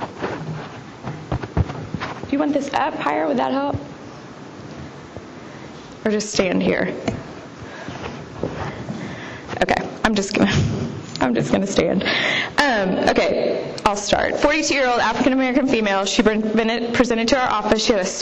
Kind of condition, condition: setting, live audience